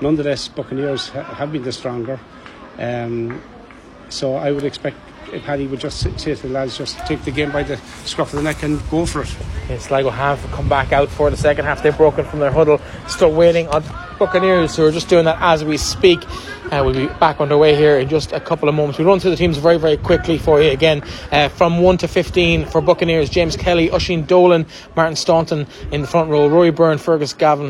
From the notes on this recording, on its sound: Full Audio Commentary of the 2022/23 Connacht Rugby Senior Cup Final between Buccaneers and Sligo from The Sportsgrounds